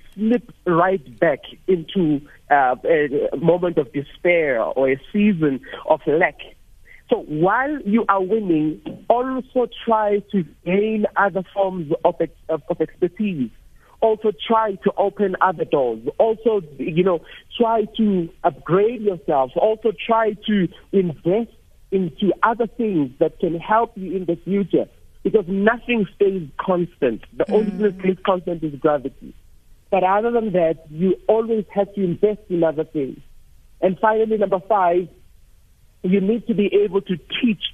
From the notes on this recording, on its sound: Guest (PHONE)